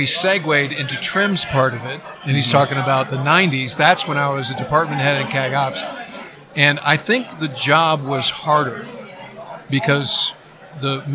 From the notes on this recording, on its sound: Live from Tailhook 2019